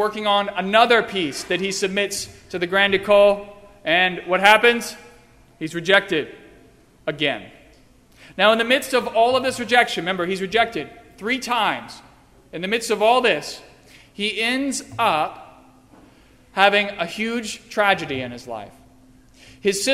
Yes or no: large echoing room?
yes